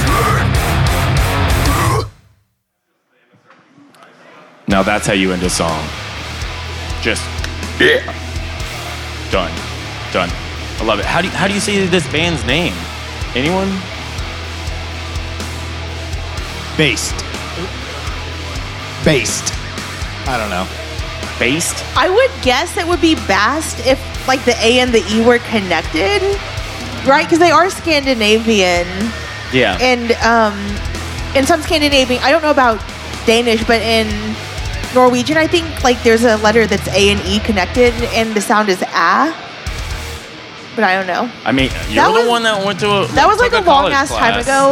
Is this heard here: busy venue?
yes